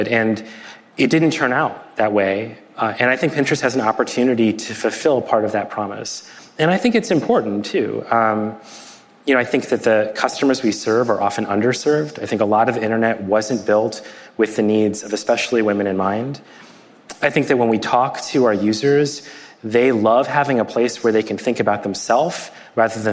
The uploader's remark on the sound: This interview was recorded in front of a live audience at the National Retail Federation's annual conference, the Big Show, in New York City.